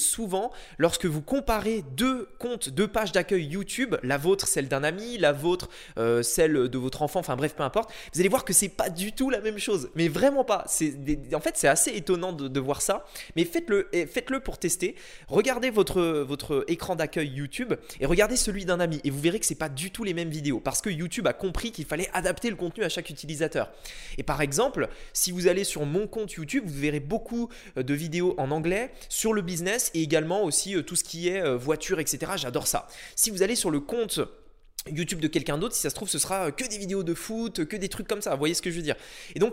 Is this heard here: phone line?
no